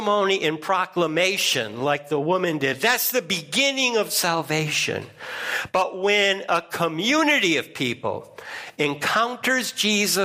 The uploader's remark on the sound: First Congregational Church of Clinton, MA -- Sermon